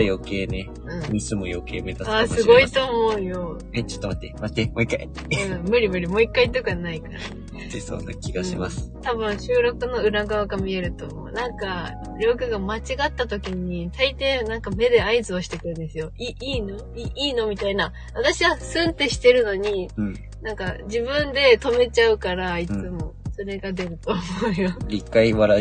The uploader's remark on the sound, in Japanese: 移動中車内からゆるりとお届け